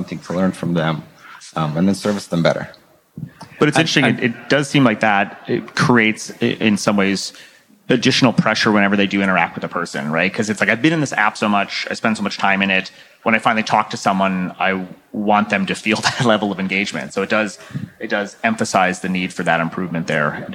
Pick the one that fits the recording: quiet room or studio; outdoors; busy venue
busy venue